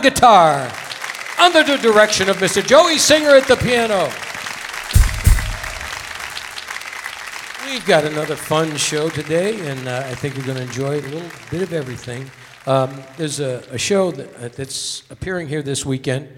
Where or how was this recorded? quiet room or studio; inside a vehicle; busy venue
busy venue